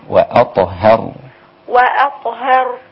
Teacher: الهاء لا تأخذ تفخيم الطاء